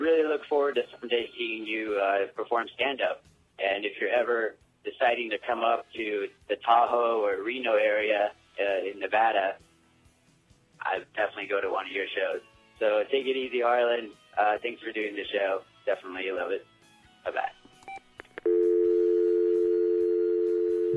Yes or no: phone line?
yes